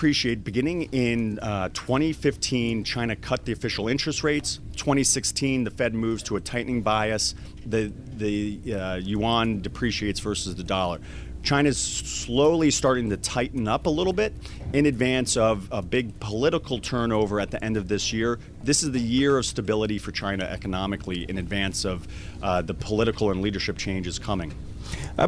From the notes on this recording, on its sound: Live from the National Medicare Advantage Summit in Arlington, Virginia.